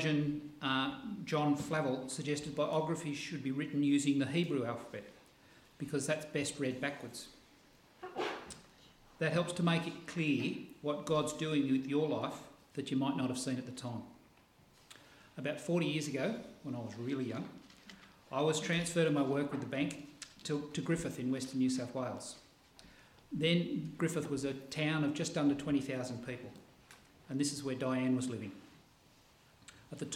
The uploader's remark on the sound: This sermon was preached on the 6th pf August at all services at Helensburgh and Stanwell Park Anglican church.